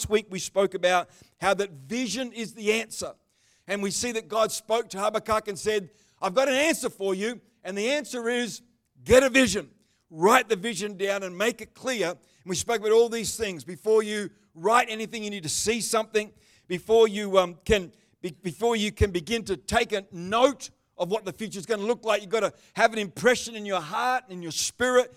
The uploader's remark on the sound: The livestream of Destiny Church Atherton.